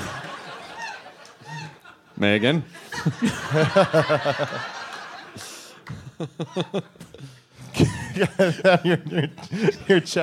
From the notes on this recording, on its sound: Live in Northampton, Massachusetts at the intimate and legendary "Iron Horse"!